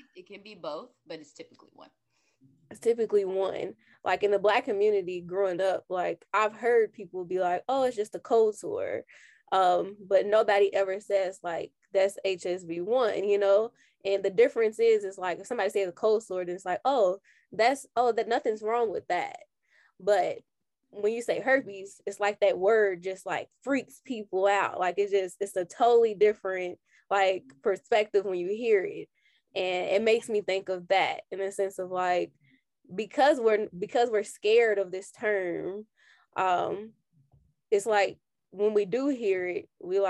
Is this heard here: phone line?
no